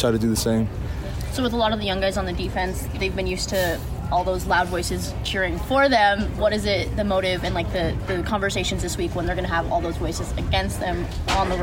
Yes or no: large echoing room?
no